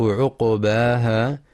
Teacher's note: ينتبه القارئ في كلمة عقباها لسكون القاف مع القلقلة، فلا يقرأ بضم القاف عقباها والصواب سكونها.